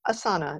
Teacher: it has no stop consonants in it, right? It has an S and it has an N. It doesn't have any T's or D's or P's or B's.